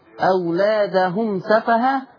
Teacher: ما تغنش الميم، الميم وراها سين